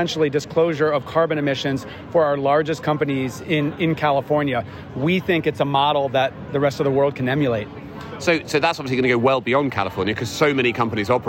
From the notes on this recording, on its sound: plays the role of roving reporter live from Climate Week NYC